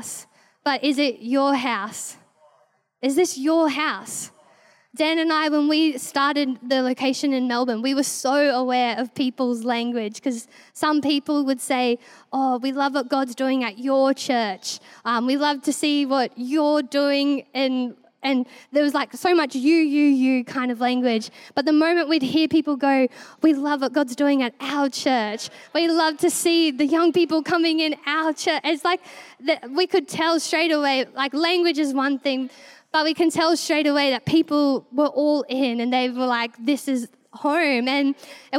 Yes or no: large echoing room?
yes